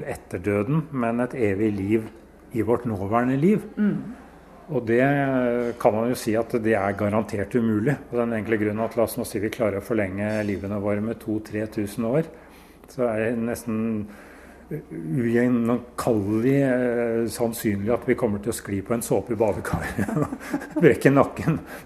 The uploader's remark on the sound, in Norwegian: Under den Jødiske Kulturfestivalen i Trondheim